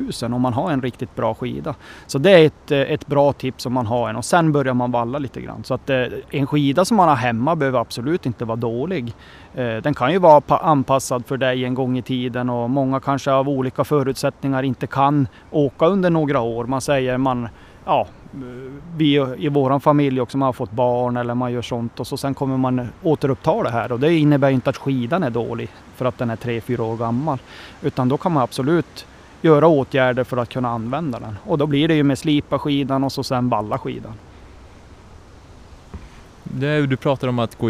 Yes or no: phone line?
no